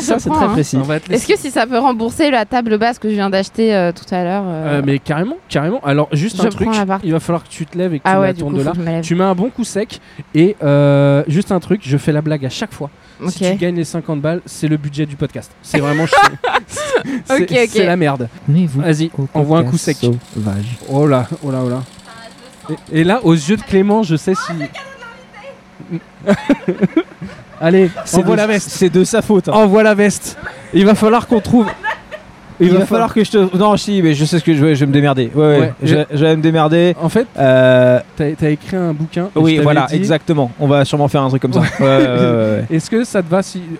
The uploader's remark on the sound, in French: Le podcast sauvage est un enregistrement dans un lieu public sans demander d'autorisation. Le principe est simple : inviter des passants, des inconnus à participer avec nous.